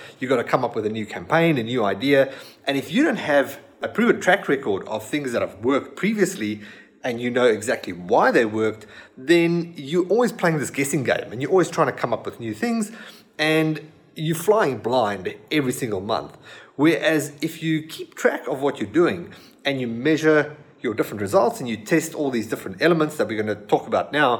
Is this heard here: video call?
no